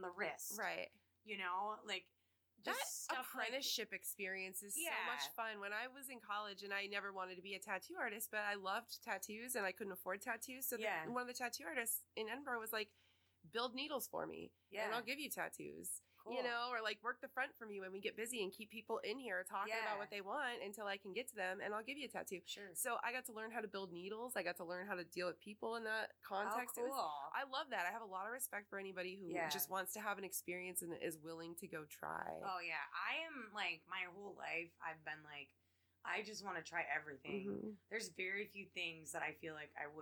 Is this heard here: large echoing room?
no